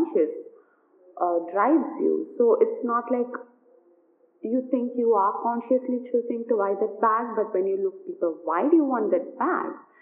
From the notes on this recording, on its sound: Do excuse some background noise